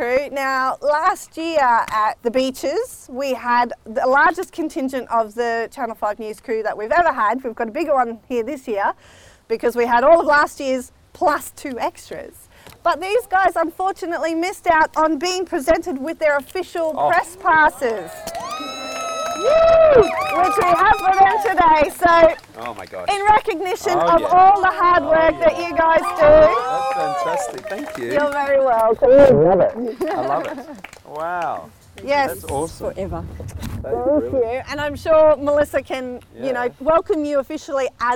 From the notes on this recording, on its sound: Adventure to South Australia for the third annual listener meet-up and have a rolicking good time recording live with friends old and new at Mount Barker parkrun.